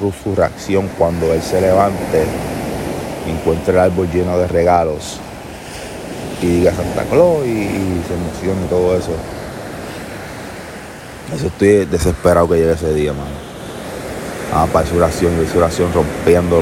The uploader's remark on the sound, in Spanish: Mientras corría por la playa se me ocurrió la magnífica idea de hacer un podcast con ese bello sonido d las olas de fondo.